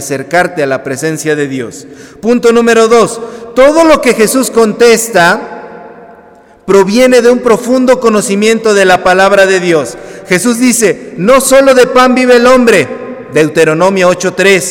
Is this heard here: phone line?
no